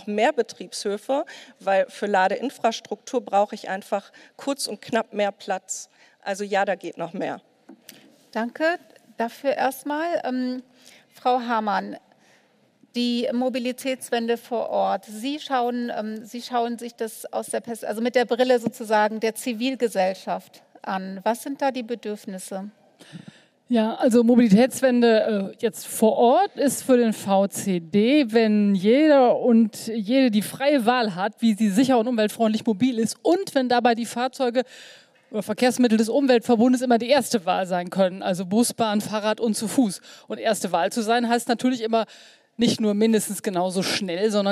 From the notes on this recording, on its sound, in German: Panel-Diskussion beim KLIMA.FORUM.